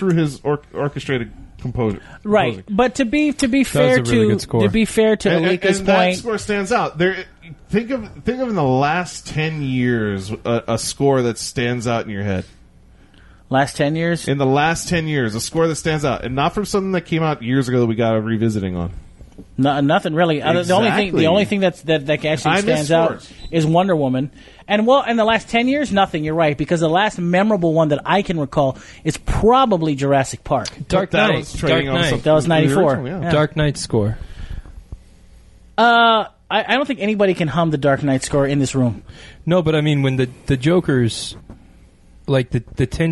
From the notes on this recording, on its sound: All recorded live at Maui Comics & Collectibles.